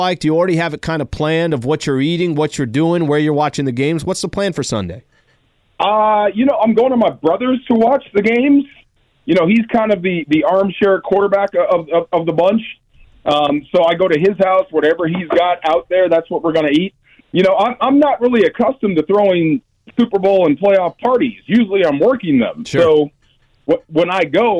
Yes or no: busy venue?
no